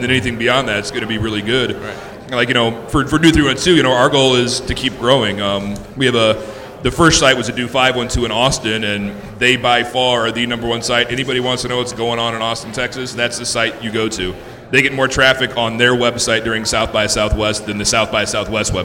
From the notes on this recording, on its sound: In a live podcast panel at Rockit Bar & Grill